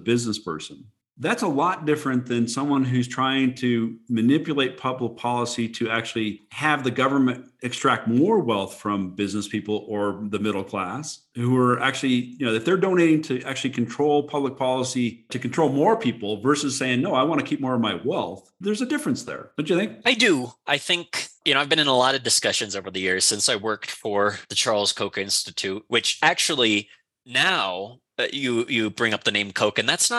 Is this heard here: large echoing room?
no